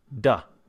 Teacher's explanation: Now, the way that you want to make this consonant, you want to make sure that the tip of your tongue goes onto the alveolar ridge, which is, if you actually put your finger up on the roof of your mouth, right behind your teeth, there's a little gum ridge right there.